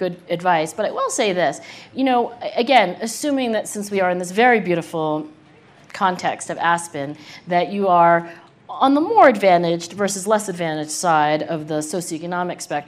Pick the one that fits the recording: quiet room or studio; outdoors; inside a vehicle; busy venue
busy venue